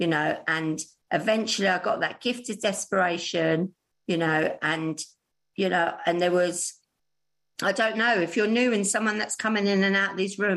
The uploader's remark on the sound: She is speaking at the Magical Mystery Tour Zoom Meeting.